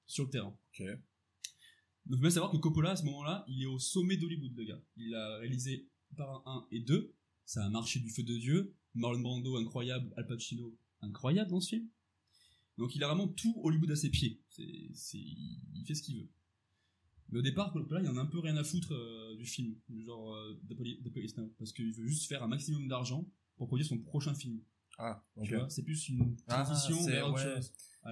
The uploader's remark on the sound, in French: À cause de soucis techniques, l'épisode a une moins bonne qualité audio que le précédent.